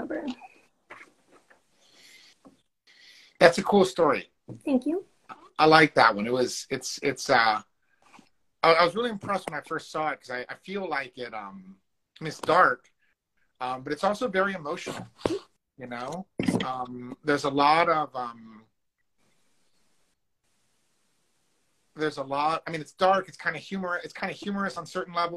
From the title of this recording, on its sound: Instagram Live Interview